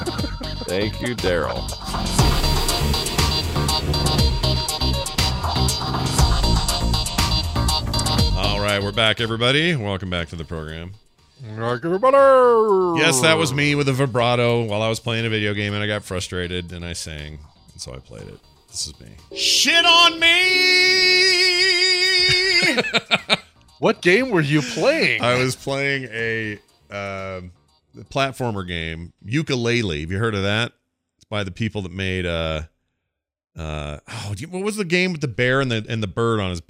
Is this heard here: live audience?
no